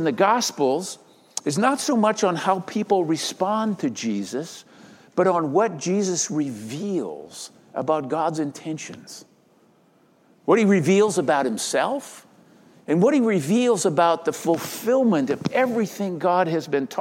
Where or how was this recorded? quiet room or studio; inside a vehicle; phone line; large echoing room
large echoing room